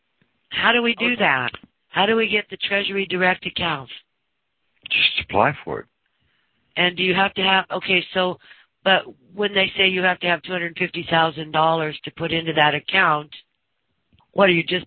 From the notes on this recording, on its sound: Audio call from around 2014.